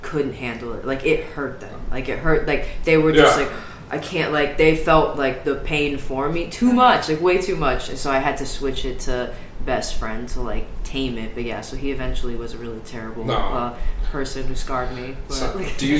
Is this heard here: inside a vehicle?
no